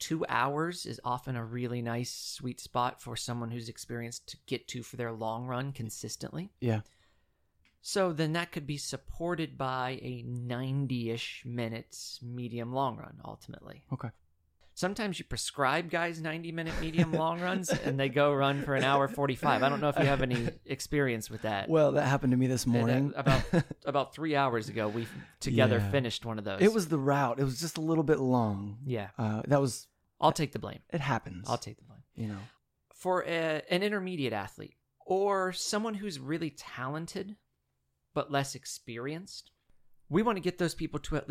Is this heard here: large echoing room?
no